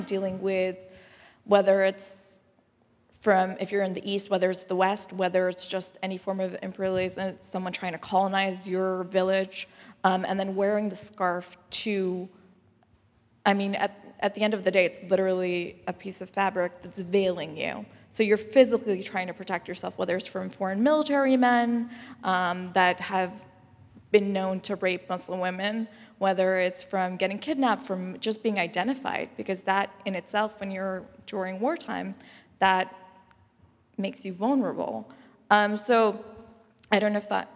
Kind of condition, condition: setting, live audience